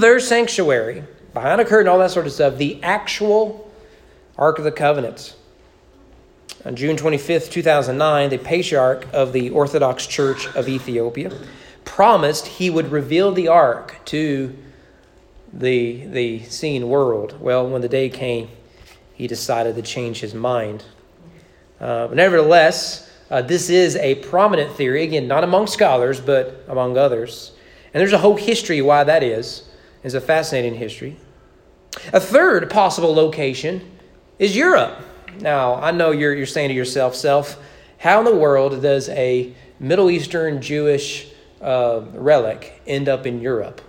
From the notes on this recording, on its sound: Sermon preached at East Frankfort Baptist church on September 5, 2021 during evening worship.